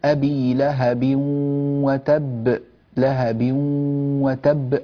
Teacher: أدغمت نون التنوين في الواو، لهب بو من باء إلى واو مباشرة، ويوجد غنة من الأنف، لكن لا أقول لهب وتب، لهب هكذا النون ظاهرة، والنون ليست ظاهرة هنا.